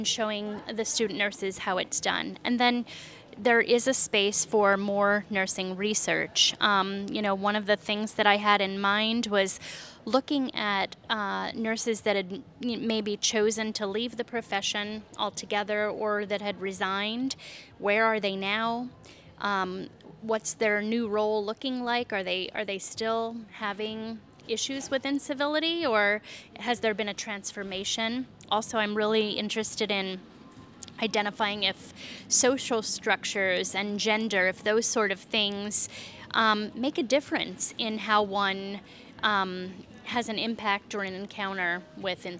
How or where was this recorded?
busy venue